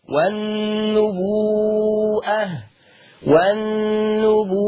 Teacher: اشباع الواو الماديه لانها مد متصل، والنبوءه ما ننساش زمن الواو تتمد 6 حركات.